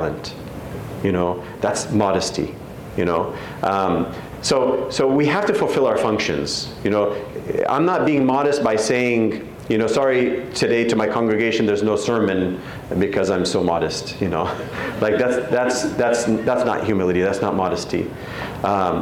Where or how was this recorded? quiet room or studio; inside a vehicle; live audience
live audience